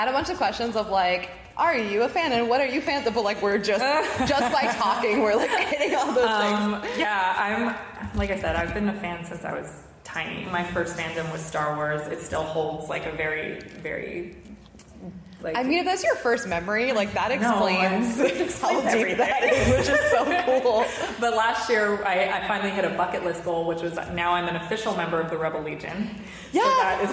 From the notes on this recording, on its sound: live at Emerald City